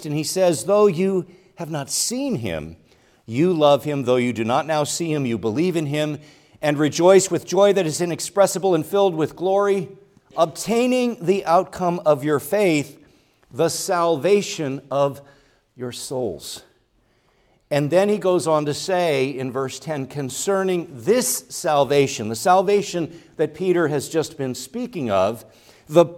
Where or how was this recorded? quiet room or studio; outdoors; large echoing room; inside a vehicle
large echoing room